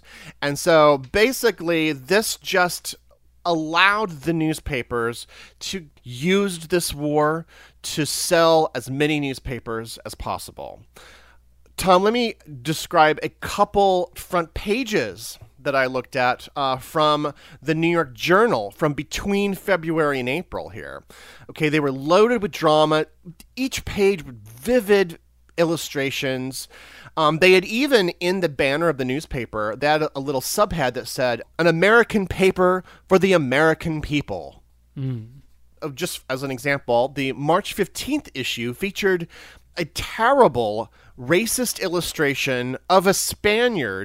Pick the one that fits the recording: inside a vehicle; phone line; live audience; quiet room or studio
quiet room or studio